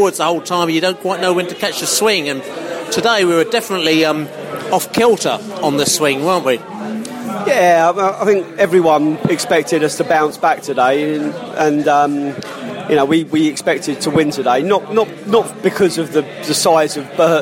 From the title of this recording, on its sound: post-match podcast from the pub